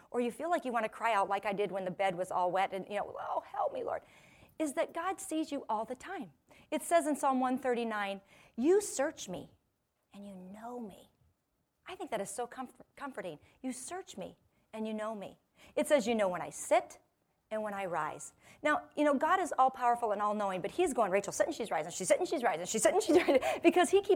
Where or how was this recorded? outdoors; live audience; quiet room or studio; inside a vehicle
live audience